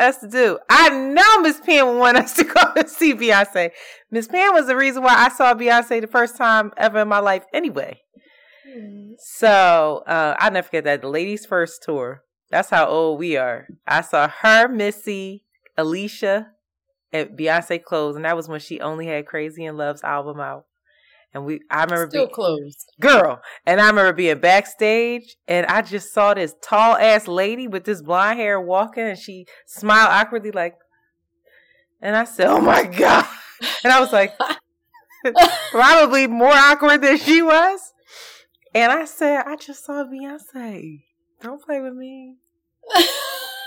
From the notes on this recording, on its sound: Due to personal events, we were not able to use our recording equipment so the audio is not ideal but the content is there.